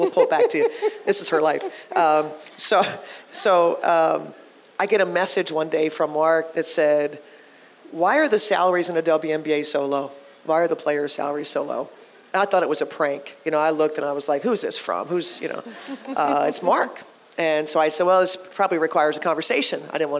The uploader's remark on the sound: Live from Pizza Luce